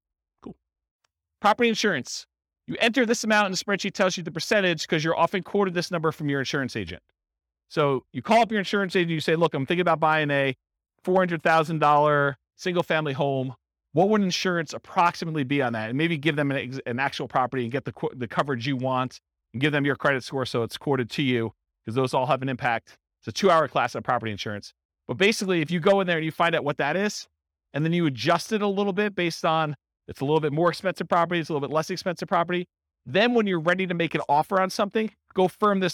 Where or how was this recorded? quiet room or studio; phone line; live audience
live audience